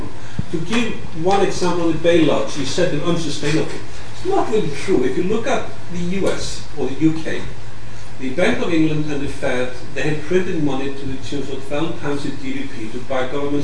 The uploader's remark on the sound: LSE Arts are pleased to host a very special screening of the highly anticipated film Margin Call. This podcast comprises the introduction and panel discussion that followed the screening.